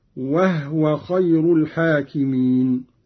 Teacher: قرأ قالون بإسكان الهاء تخفيفا